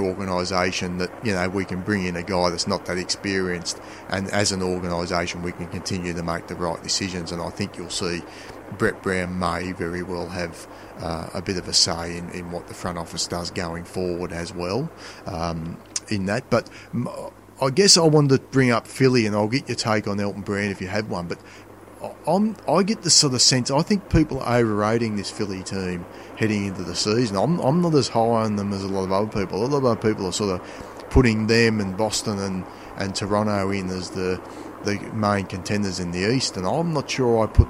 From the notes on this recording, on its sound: evening commute home through the streets of Sydney